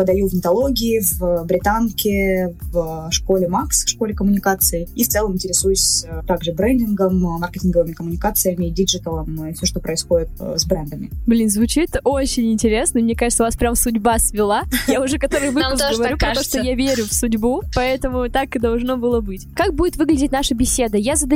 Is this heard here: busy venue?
no